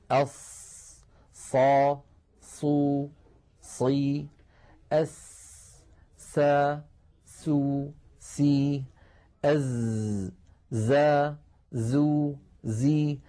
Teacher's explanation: كان العرب إذا نطقوها خرج لها صوت فيه قوة شبهه العلماء بصوت صفير الطائر وذلك في حرف الصاد وحرف السين وحرف الزاي هذه الثلاثة هكذا صوتها ص صو صي أس سا سو سي · هكذا تلاحظون أن هذه الأحرف صوتها قوي فالصفير صفة تدل على قوة الحرف في السمع